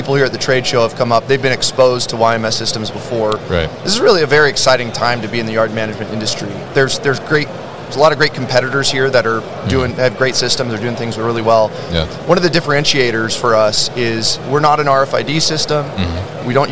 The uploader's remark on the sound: Yard Management Solutions at MODEX 2022